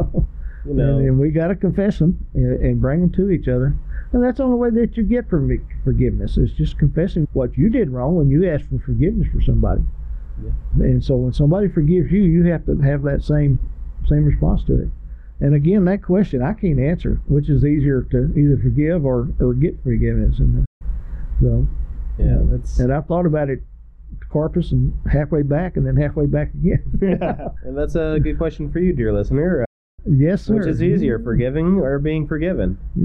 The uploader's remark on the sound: We apologize for the sound issues in this episode